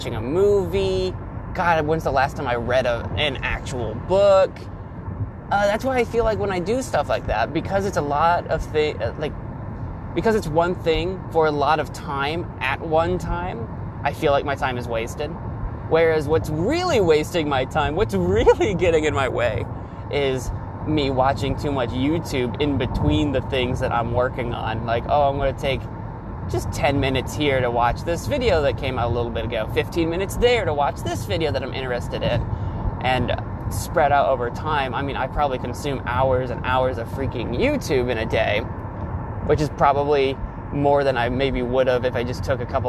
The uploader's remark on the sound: The Car Episode.